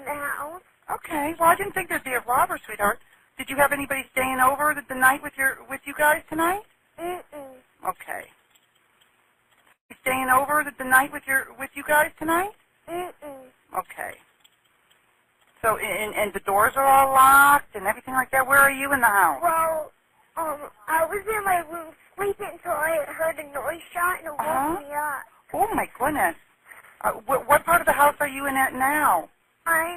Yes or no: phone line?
yes